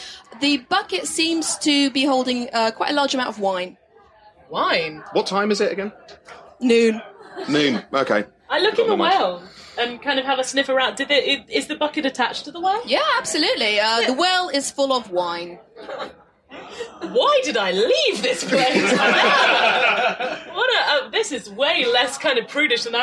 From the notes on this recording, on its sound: Character Building Experience is an improvised, role playing game show recorded in front of a live audience.